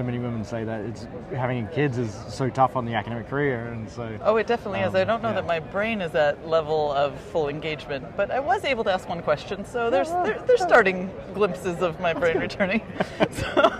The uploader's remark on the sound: we shift to our live recordings in the book stalls with various colleagues enjoying the conference